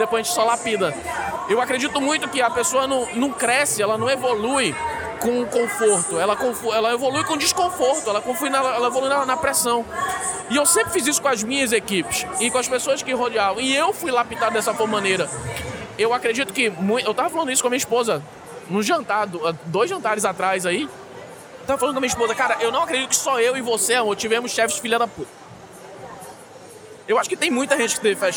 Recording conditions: busy venue